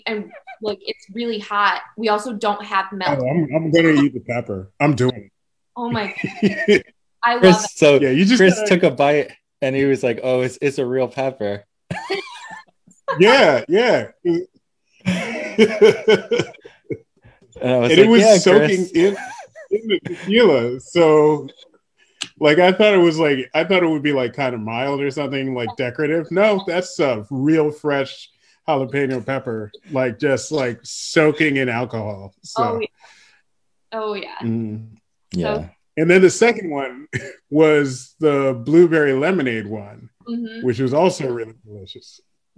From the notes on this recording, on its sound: Record Live on Zoom